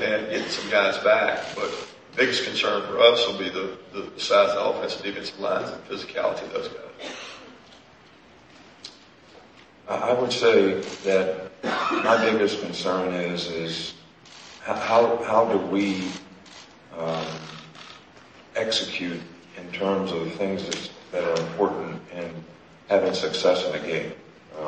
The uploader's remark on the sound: fielded questions in the Grand Ballroom of the Sheraton Atlanta Hotel